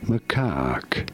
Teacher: You do want to stress on the second syllable, on the cack syllable.